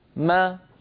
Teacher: فصوت الألف القصيرة يعني الفتحة صوتها مطابق تمام المطابقة لصوت الألف